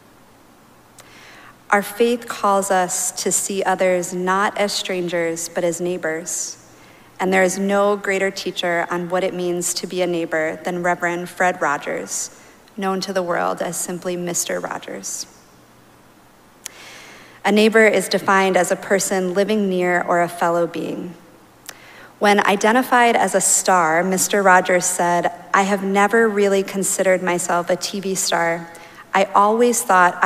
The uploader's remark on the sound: Recorded live at Arlington Street Church.